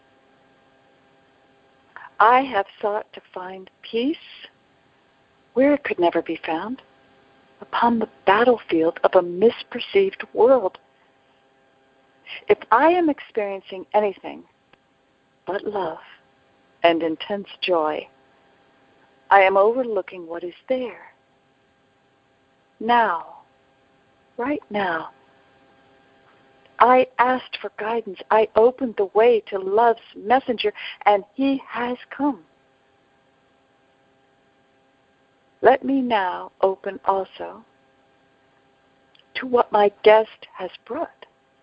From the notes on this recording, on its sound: ACIM Daily TEXT Conference Call.